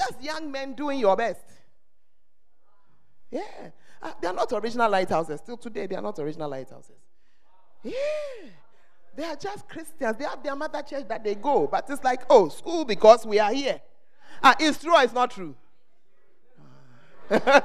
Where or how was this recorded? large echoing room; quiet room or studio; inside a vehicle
large echoing room